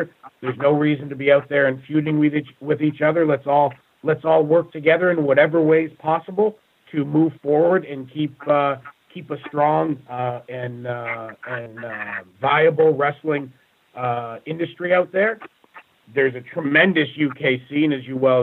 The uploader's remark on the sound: the full audio from the September 12, 2017 GFW Media Call